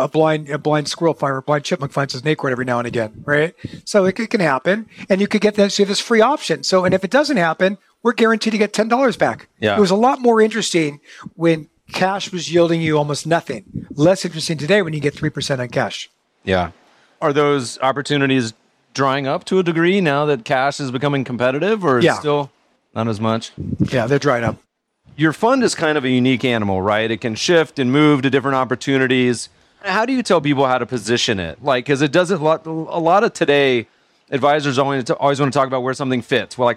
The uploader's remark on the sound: Live at Future Proof!